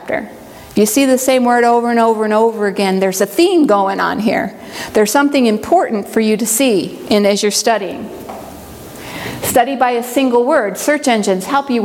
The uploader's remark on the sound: presentation from the Bible study training track at the 2023 Propel Conference